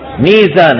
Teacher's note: بيقلبوا الواو إلى ياء من أجل مجانسة الكسرة